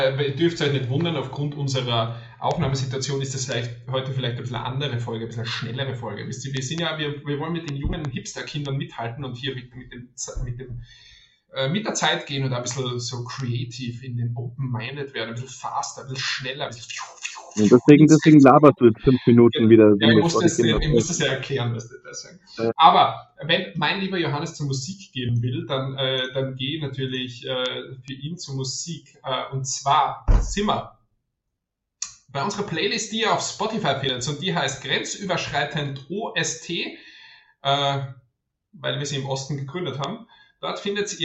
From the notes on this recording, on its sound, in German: Mangelhafte Tonqualität. Ist mal wieder unterwegs. Sollte die Tonqualität nicht die allerbeste sein, sorry, aber wir mussten ein bisschen improvisieren.